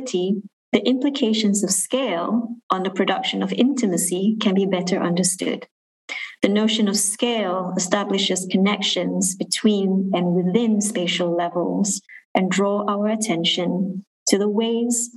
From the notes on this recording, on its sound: was recorded during a live webinar event